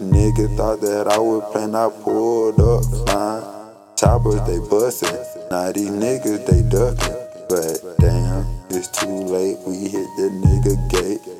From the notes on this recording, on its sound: Straight From A Phone. Everything Done Just From A Phone.